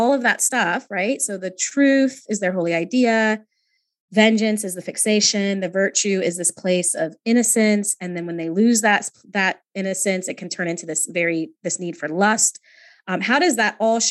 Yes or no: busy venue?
no